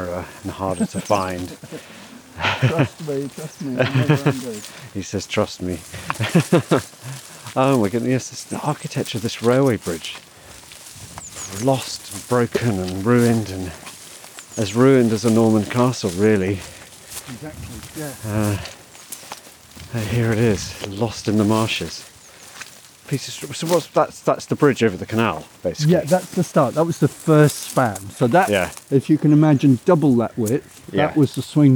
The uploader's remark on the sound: Takes a walk among the river. Explore a desolate graveyard of ships on the River Severn.